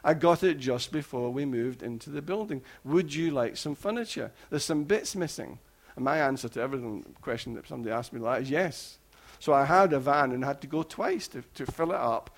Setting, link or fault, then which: setting, large echoing room